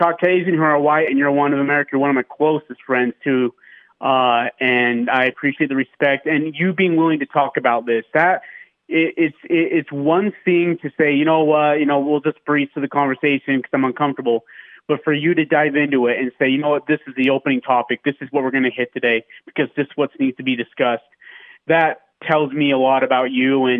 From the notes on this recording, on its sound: Joins in over the phone.